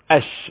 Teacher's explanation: حرف الشين اقوله اش لا تفرق كتير قوي اش خلي بالك النفس والهواء في الشين كتير جدا غير الجيم ده الجيم ده قليل جدا قليل انما اش هي صفة التفشي